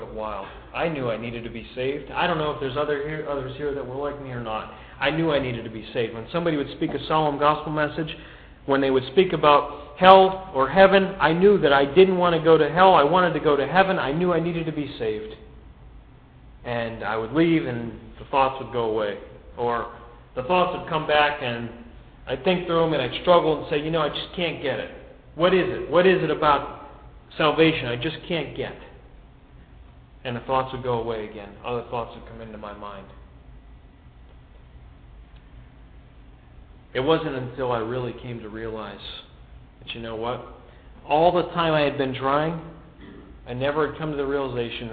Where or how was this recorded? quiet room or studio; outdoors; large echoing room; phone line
large echoing room